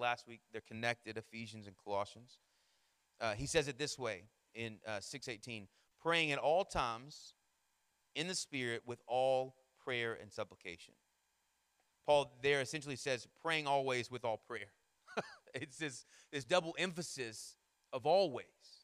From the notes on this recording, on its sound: Sermon Audio from our Worship service